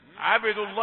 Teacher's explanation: يعني الدال بين الدال والضاد، يعني أخذت تفخيما بسبب ما يأتي بعدها